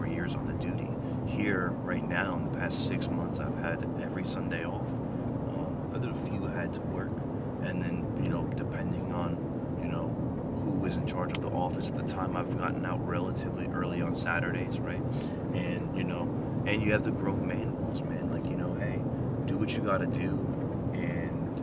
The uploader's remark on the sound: Please excuse the background noise.